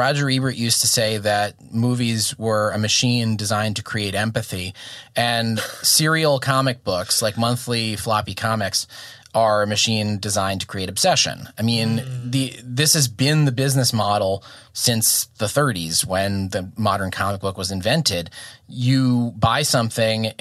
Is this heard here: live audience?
no